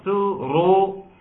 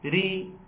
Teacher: الرأي الأولى مفخمة سو رو، والثانية مرققة ري